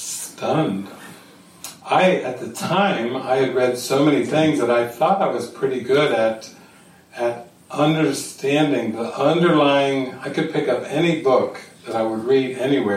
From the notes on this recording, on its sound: This session was recorded during a weekend retreat at the Sitio Gloria retreat center outside of Sāo Paulo, Brazil, in the late evening of November 29, 2019.